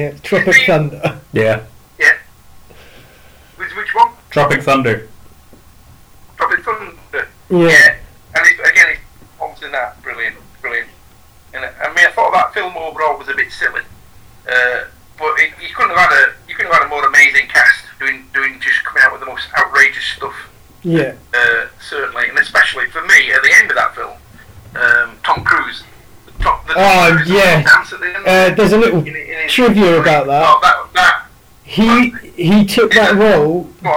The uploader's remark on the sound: I'm sorry about the dreadful mics. We couldn't get everything together in time, but we have learned.